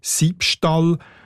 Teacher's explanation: zum Ausspruch erleichtern ist aus dem «W» ein «B» geworden